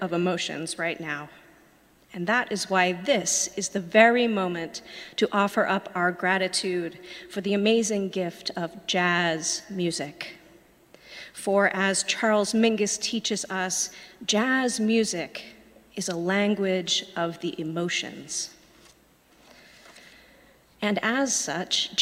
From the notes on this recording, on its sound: Sermons from Old South Church in Boston.